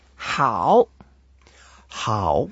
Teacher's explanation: It's the third tone. So we make an effort to go down